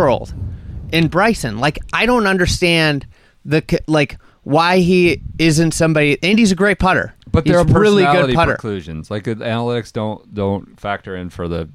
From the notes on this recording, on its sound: This Wednesday episode comes to you live from the Bixby Bus in Sheboygan, Wisconsin.